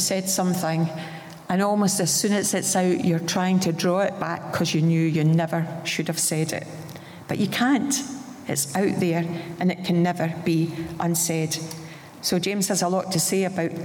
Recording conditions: live audience